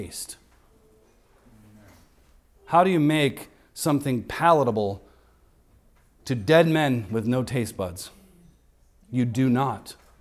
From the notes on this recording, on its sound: Recorded on Sunday, December 31st, 2023, at the weekly worship gathering of Cross & Crown Church.